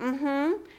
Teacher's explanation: the nasalization and mm-hmm, that is not in general a feature of English